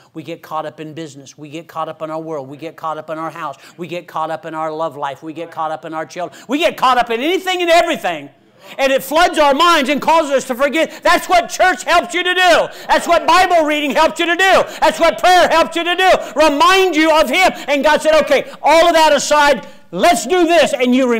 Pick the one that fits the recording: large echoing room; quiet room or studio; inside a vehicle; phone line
large echoing room